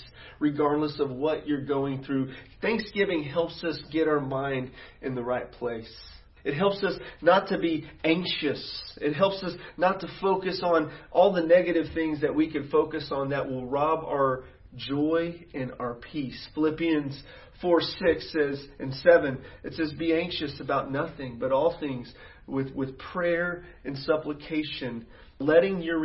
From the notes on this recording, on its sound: sermons preached at City Church Garland.